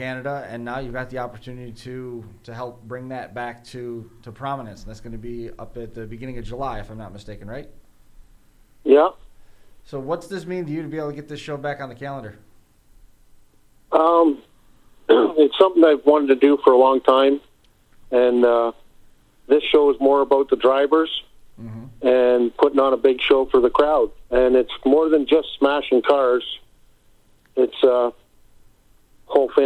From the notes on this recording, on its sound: Impact In Studio. Were in the neighborhood, and drop. Checks in by phone.